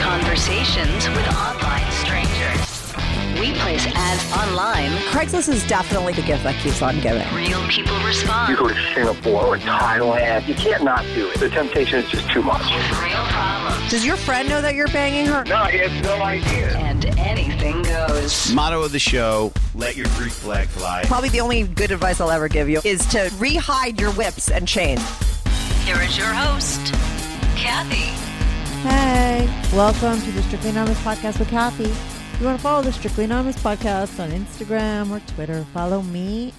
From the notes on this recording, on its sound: he called in to talk all about it